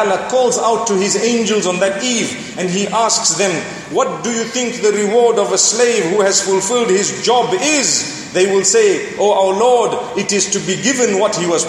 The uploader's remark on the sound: Delivered at University of Technology Malaysia